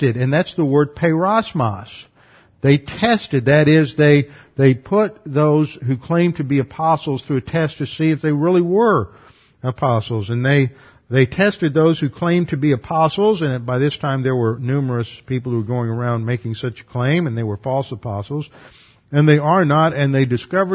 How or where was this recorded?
large echoing room